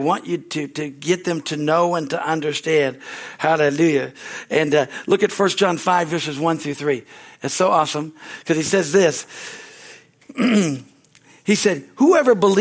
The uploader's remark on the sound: from the Sunday service on July 9, 2023 at Harvest Bible Church in Stockton, CA.